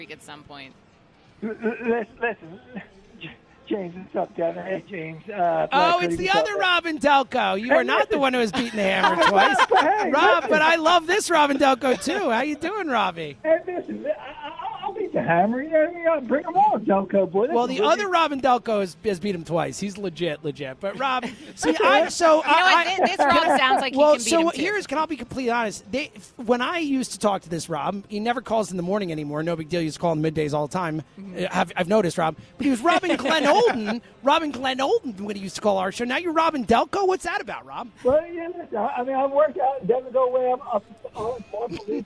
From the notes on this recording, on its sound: live at Parx Casino